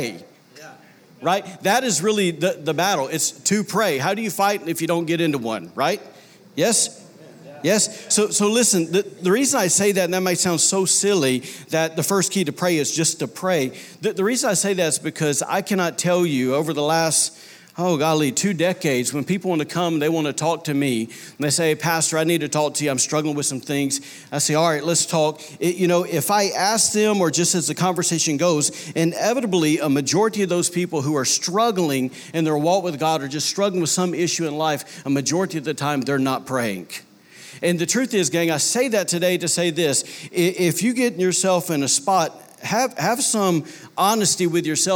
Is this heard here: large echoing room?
yes